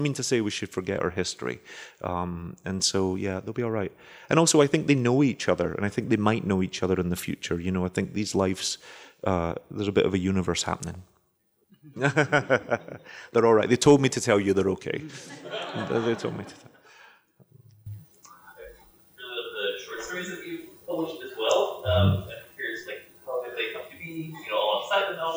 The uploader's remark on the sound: Was recorded in front of a live audience. At Powell’s City of Books in Portland.